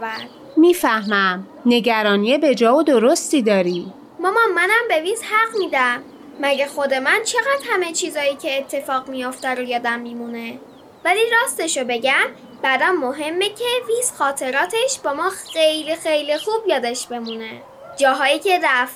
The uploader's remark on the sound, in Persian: این قسمت رو توی حیاط ضبط کردیم. روی یک زیرانداز، زیر درخت شاتوت و کنار گلهای باغچه نشستیم.